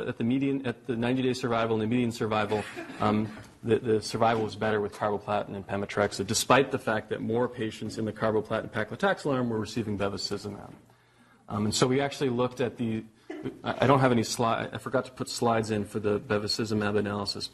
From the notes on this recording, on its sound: Norris Cotton Cancer Center Grand Rounds presented on March 6, 2018